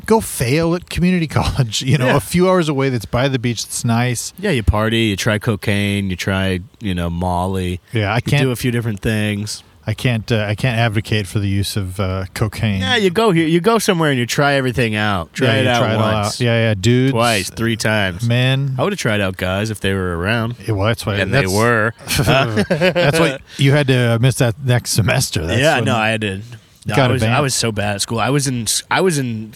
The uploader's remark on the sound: A solo episode with just the boys recorded cliffside in beautiful Isla Vista, CA.